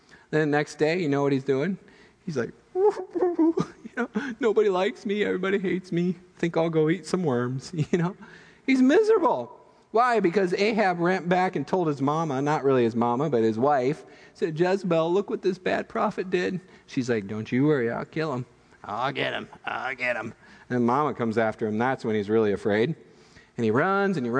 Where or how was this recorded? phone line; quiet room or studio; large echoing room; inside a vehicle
large echoing room